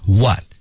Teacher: What T 失去爆破 That 失去爆破